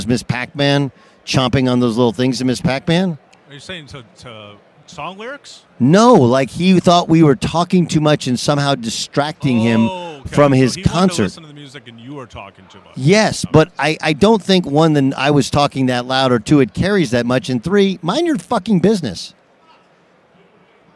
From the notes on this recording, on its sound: live on Radio Row in Las Vegas ahead of the Super Bowl!